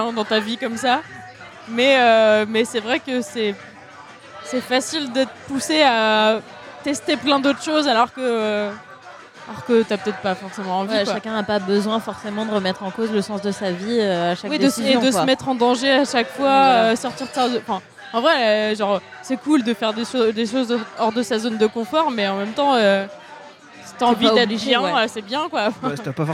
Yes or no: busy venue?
yes